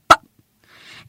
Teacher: La consonante P suena pa, mordiendo los labios de arriba y abajo y soltándolo fuerte. Pa.